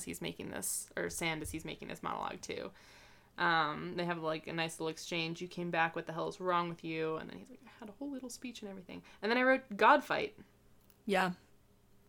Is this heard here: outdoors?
no